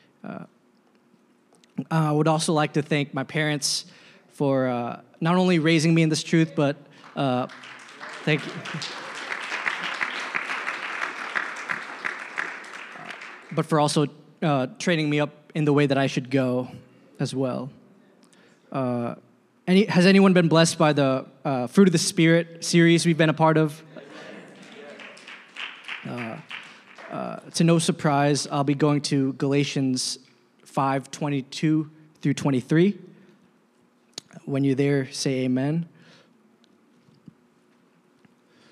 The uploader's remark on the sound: a service recording from Connect Point UPC